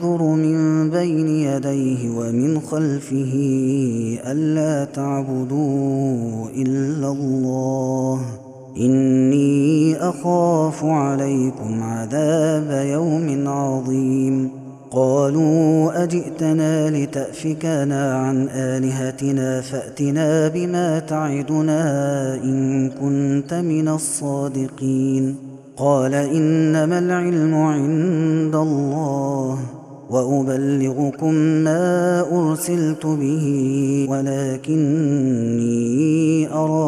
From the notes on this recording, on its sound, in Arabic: Ramadan 2021. هذا التسجيل من صلاة التراويح.